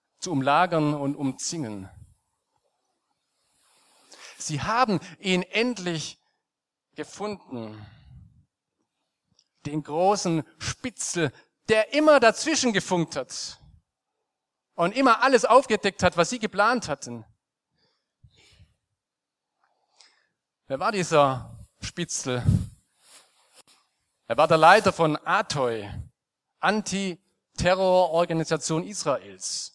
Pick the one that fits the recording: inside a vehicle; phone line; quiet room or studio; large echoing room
large echoing room